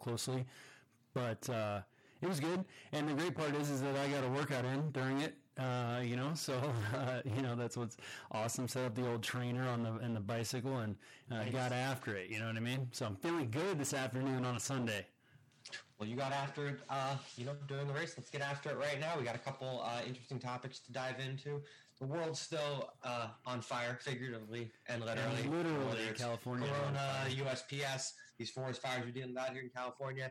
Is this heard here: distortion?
yes